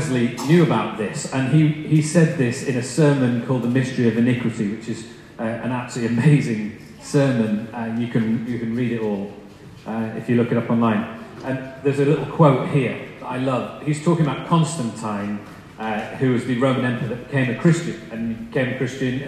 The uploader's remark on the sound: recording Poor